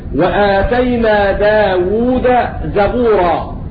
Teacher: لم تضغم الدال في الزاي لأنها مفتوحة بعد ساكن